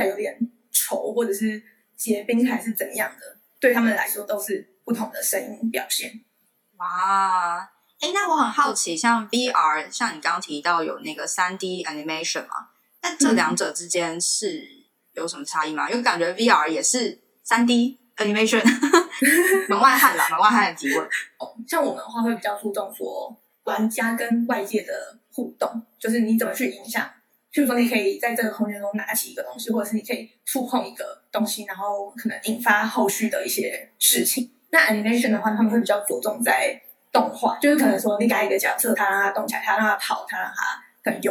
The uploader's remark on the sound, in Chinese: 由於線上軟體收音問題，音質與前幾集有所落差